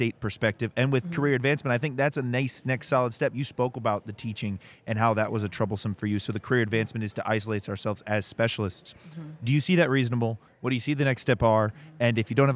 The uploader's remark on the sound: live at SWATA 2023